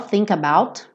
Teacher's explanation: naturalmente você vai ligar think com about, consoante, vogal